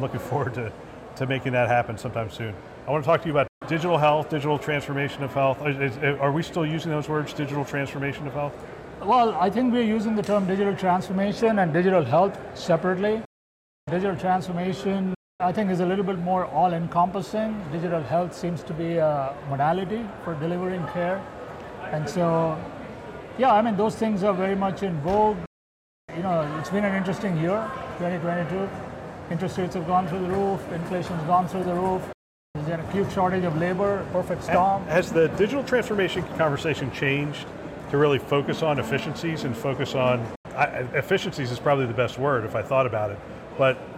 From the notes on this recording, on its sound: live from CHIME’s Fall Forum